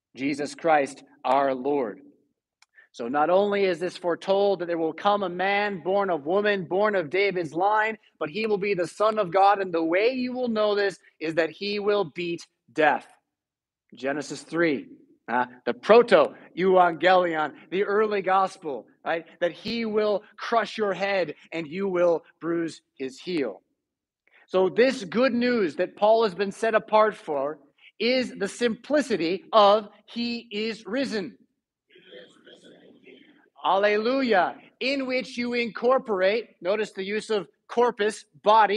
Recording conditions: large echoing room